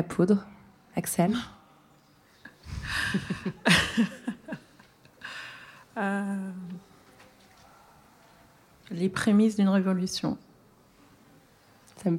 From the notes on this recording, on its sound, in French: à l’occasion du Paris Podcast Festival qui avait lieu à la Gaîté Lyrique, La Poudre organisait une table ronde